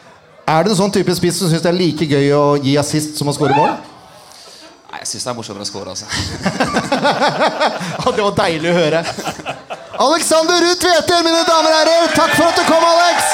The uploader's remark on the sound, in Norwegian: Live fra Sandefjord Fotballs Kick Off 2023!